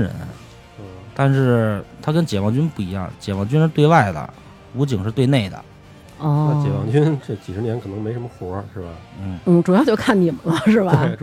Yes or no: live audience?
no